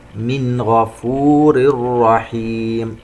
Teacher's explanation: نون ساكنة وبعدها حرف الغين إظهار حلقي